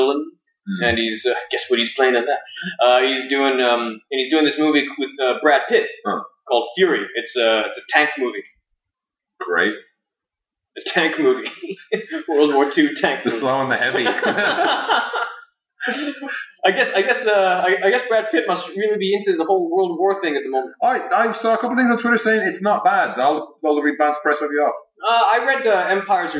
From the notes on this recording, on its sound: Apologies in advance or the sound quality on this week''s show. The fancy expensive mic that I bought WAS plugged in and functioning correctly however SOMEONE (I wonder who) forgot too switch audacity over from internal to external mic.